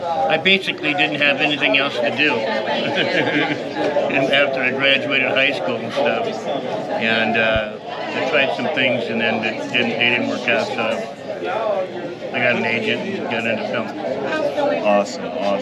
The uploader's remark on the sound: Live From Pittsburgh's Horror Realm Con 2023